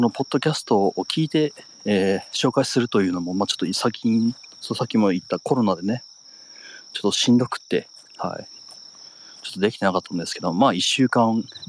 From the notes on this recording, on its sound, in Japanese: 若干咳き込みながら地元をぶらぶらと歩きながら配信します